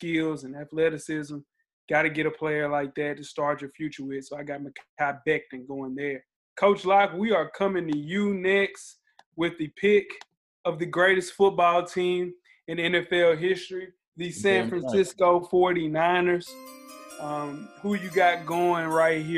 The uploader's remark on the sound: Our first virtual episode of the quarantine.